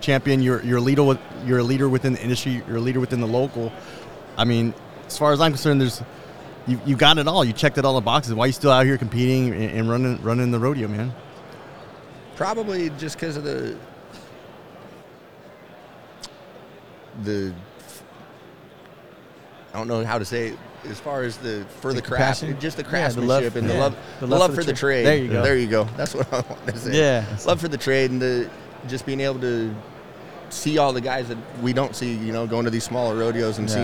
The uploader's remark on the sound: This Episode was recorded live at the 2022 International Lineman's Rodeo Expo.